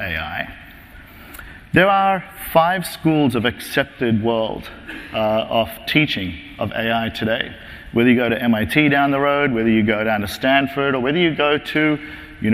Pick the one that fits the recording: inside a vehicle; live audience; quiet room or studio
live audience